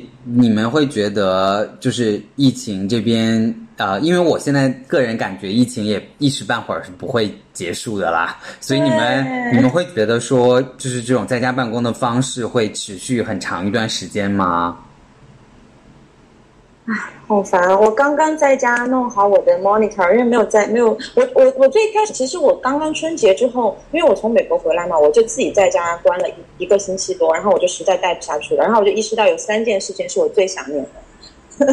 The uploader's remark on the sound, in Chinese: 第一次远程录音实验成功（超激动）！